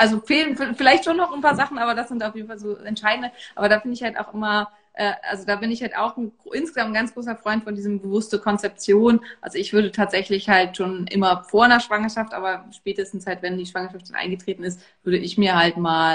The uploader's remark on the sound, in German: Diese Folge ist eine Aufzeichnung unseres gemeinsamen Instagram Live